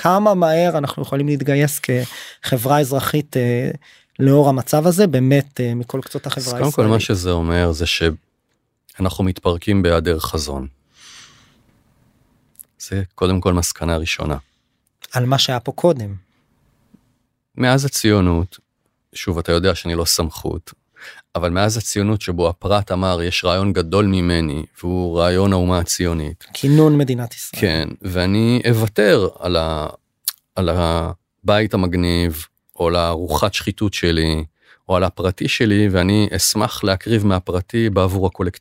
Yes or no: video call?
no